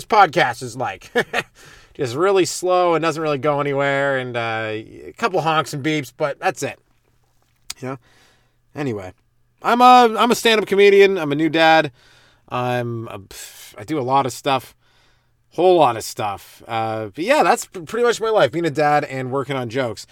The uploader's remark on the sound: This week its coming to live from the Comedy Padcast Studio headquarters in the front seat of my CRV parked in a driveway.